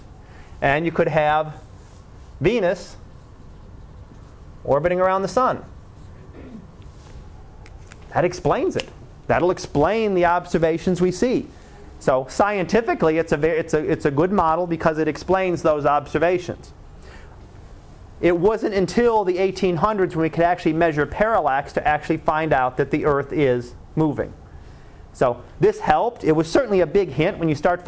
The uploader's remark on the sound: Live Class Lecture